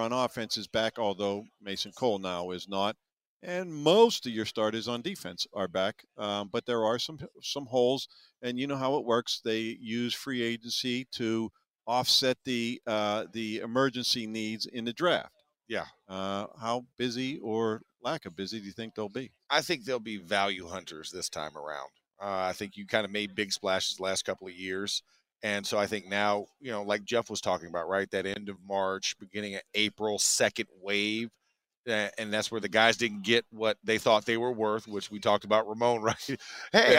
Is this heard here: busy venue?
yes